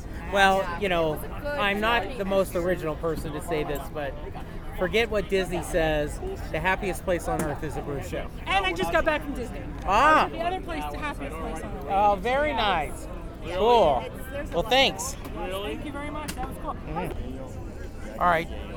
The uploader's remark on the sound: Shares some audio he recorded while tailgating.